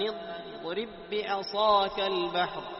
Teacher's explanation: يتصل مخرج الضاد بمخرج اللام. هذا معنى الاستطالة، أن يستطيل اللسان حتى يتصل بمخرج غيره، أي من أدنى من الحافة كلها حتى يتصل بأدناها الذي هو مخرج اللام، الذي هو مخرج اللام.